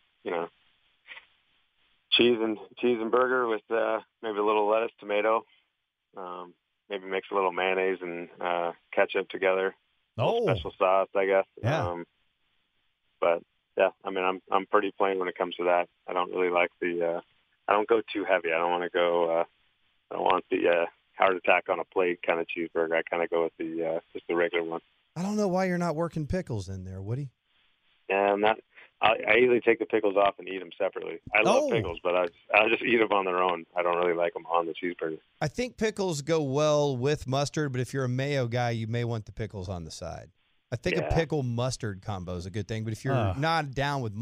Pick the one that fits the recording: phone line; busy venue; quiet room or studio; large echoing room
phone line